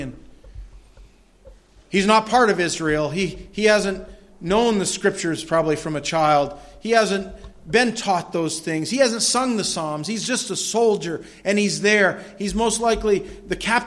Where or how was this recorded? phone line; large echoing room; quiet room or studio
large echoing room